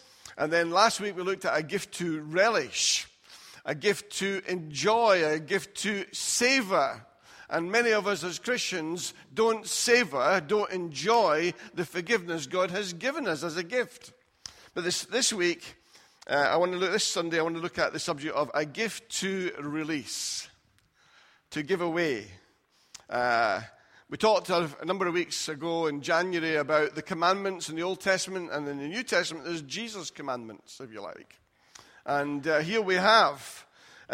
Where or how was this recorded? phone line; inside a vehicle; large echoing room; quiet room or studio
large echoing room